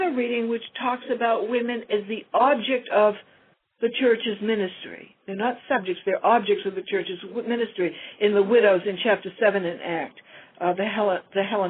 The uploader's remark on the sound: FutureChurch held a free phone conference.